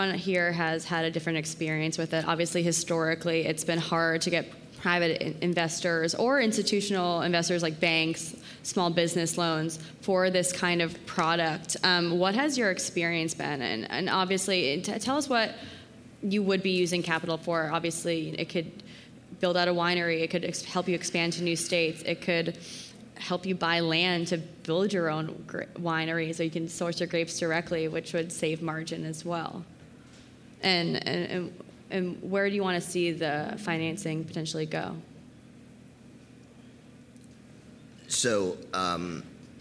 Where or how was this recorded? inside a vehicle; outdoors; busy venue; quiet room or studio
busy venue